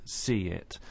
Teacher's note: In a phrase such as see it, we can hear a linking y sound between see and it, see it. And these linking sounds simply make it easier to say those phrases.